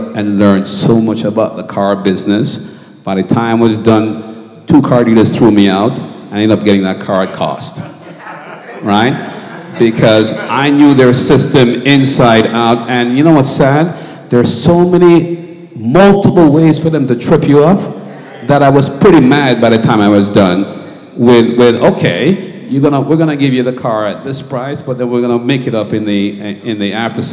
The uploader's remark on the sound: A live financial seminar hosted by Truth Center Ministries. This recording also includes the live question and answer session held at the end of the seminar.